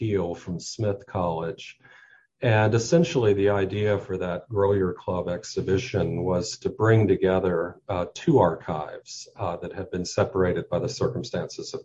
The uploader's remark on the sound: We met via Zoom